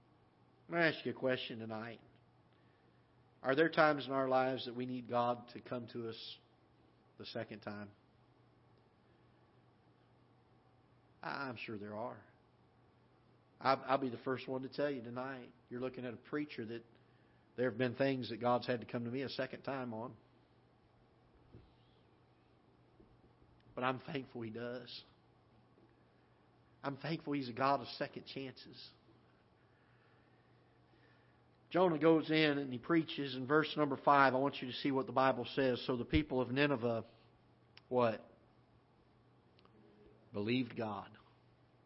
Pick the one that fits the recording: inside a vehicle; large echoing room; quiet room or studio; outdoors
large echoing room